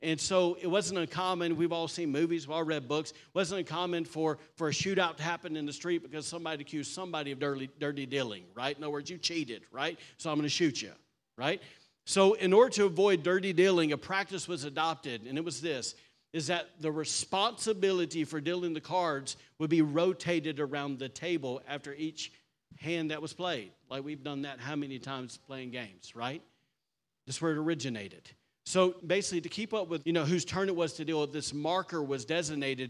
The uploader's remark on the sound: was recorded on Sunday, October 22nd, 2023, during service at The Anchor Church in Rockport, Maine.